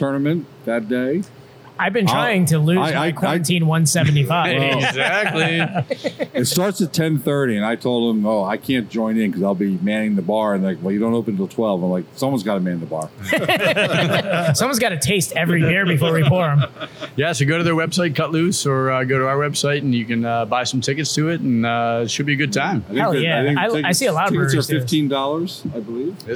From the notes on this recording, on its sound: We are live inside a brewery and we don't know what to do with ourselves. We are at a new brewery in the area from Philly beer royalty.